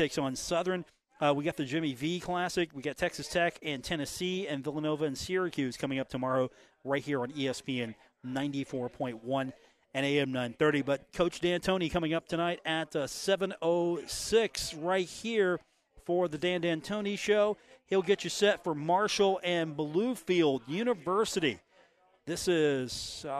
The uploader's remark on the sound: on location at The Union Pub and Grill for today's episode.